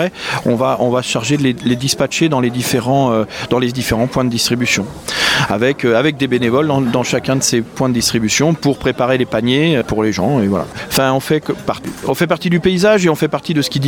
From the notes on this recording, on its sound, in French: Enregistrée au festival Festival Premiers Plans. Enregistrée au festival Festival Premiers Plans.